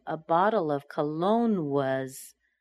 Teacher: we've just connected the L with the schwa sound of.